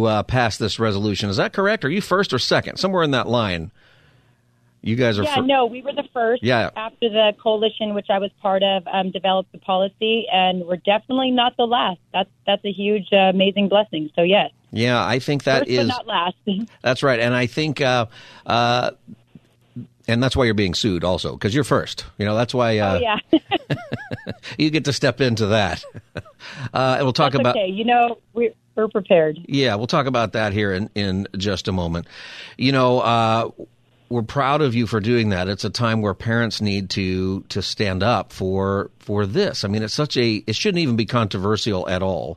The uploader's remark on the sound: Listeners call.